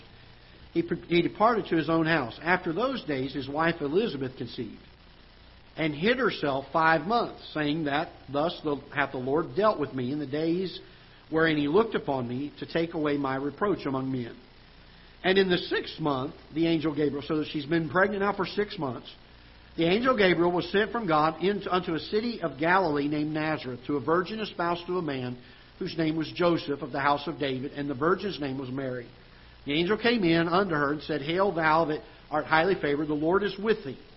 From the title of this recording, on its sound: Ketha Heights Baptist Church ~ Live Broadcast